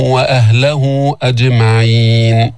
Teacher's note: نحن تعودنا أن نمد المد المنفصل أربع حركات، فالمد مد الصلة يلحق بالمد المنفصل، فلذلك هنا عندنا مد صلة كبرى فنمده أربع حركات